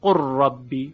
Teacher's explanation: هیچ اثر صوتی از لام باقی نیست، قر ربی، فقط یک راء مشدده، قر ربی. · Term: ادغام تام